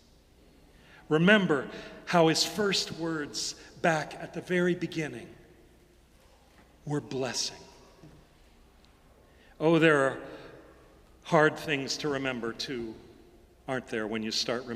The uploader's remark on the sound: Sermons from Old South Church in Boston